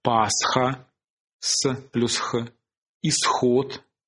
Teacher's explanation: Возможна и последовательность двух шумных щелевых подряд. Ну, например, в таких словах, как «пасха» с плюс «х», «исход».